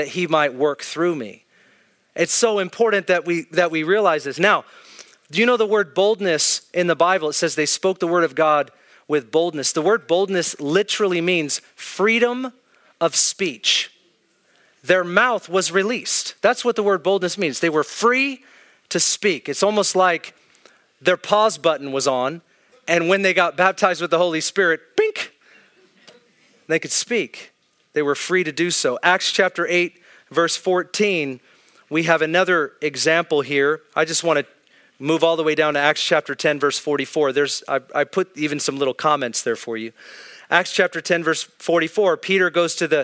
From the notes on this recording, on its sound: This is an Ignite Gathering at Northwest Foursquare Church in Federal Way, Washington.